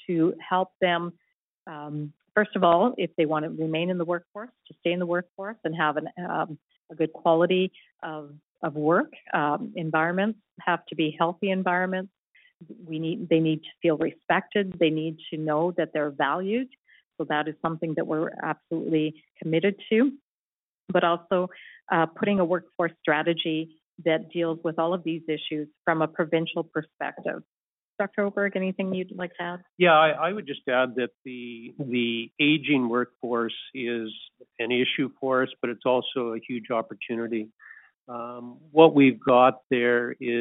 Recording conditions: phone line